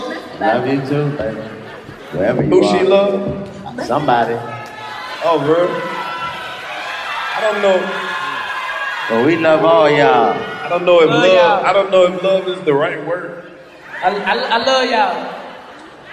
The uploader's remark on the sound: It's live improv comedy with the coldest live band in the game recorded live at the Modell Lyric theater in Baltimore.